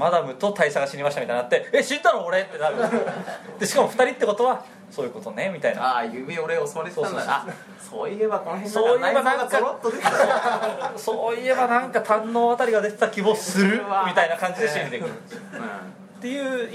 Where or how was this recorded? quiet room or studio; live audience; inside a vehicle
live audience